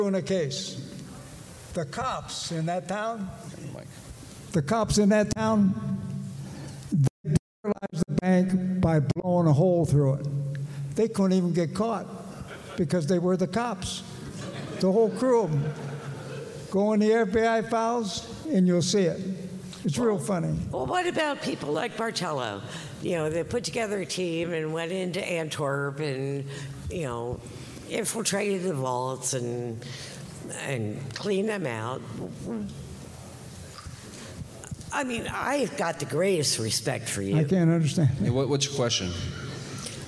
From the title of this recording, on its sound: live recording of 2/9/24